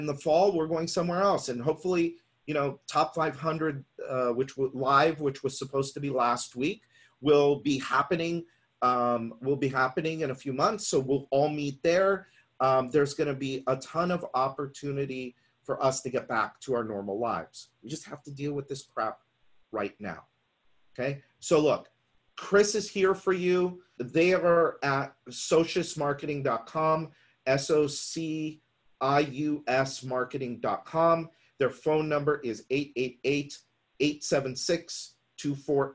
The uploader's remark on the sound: We’re sharing the audio from a webinar with you. We’re sharing the audio from a webinar with you.